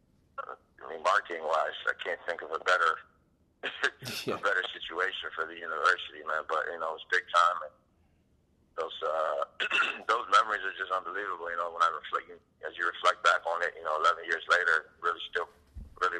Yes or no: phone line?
yes